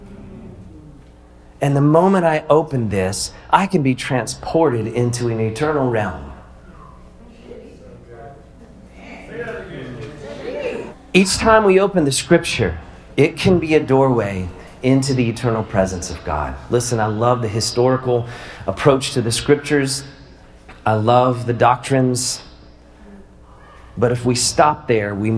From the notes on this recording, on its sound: Live at The Guild. I wanted to share this live talk with you.